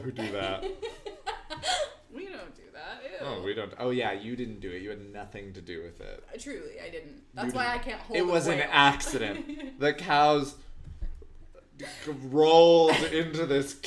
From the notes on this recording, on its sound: The audio file was corrupted so they are releasing a LOST EPISODE from before their podcast had a name (and before they knew how to capture decent audio -- sorry, it might be a little quiet).